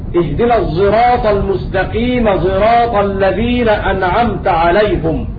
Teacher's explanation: ومعنى هذا أن المشار إليه في البيت والصاد كالزاي ضفى الضاد رمز لخلف عن حمزة والقاف رمز لخلاف عن حمزة قرأ خلف بإشمام الصاد زايا ومعنى الإشمام خلط صوت الزاي خلط صوت الزاي بالصاد ف فيتولد من ذلك ظاء كظاء العوام، فيقرأ خلق هكذا اهدنا الصراط المستقيم صراط الذين أنعمت عليهم.